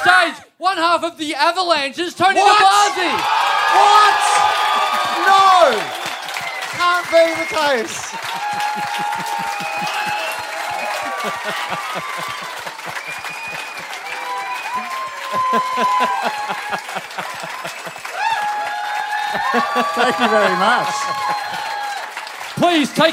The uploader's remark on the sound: our final Melbourne live show of the month